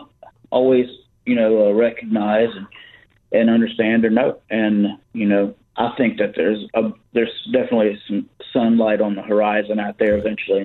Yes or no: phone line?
yes